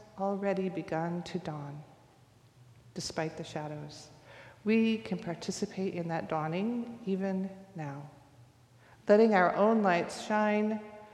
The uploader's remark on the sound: recorded live at the 10:00am service on Sunday, November 12, 2023